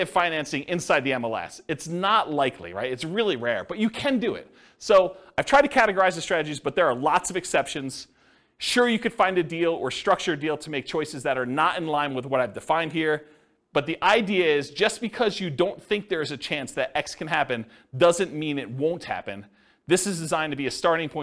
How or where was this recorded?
live audience